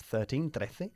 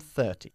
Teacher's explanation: Again, the difference really is that we tend to emphasize the second syllable on 13 and the first syllable on 30